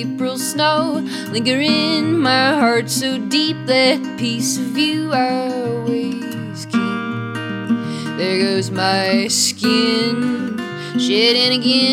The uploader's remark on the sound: Live from AMERICANAFEST 2023. Today, we bring you live performances.